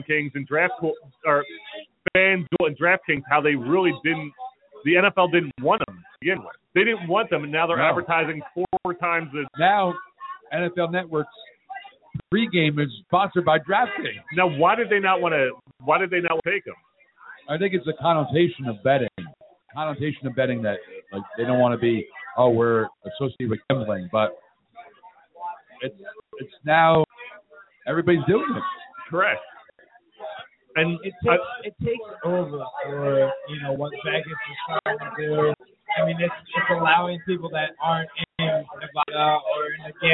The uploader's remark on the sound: Live from the Mexican Food Factory in Marlton, NJ